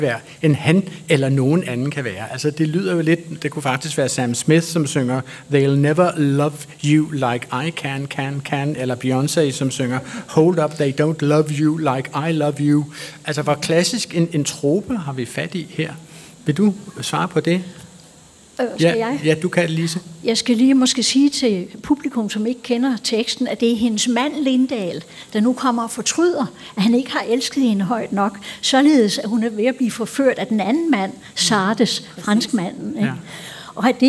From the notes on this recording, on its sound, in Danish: Klog på Sprog live fra Bogforum i Bella Centeret